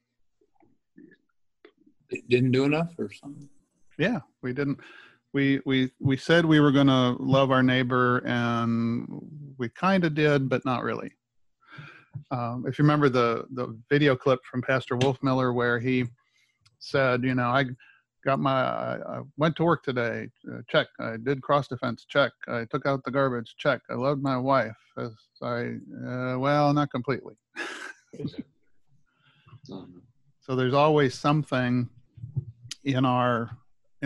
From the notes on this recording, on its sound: my ZOOM recorded Bible Classes